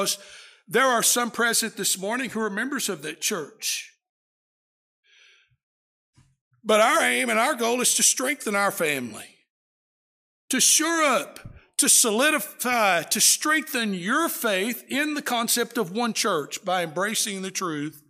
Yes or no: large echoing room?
yes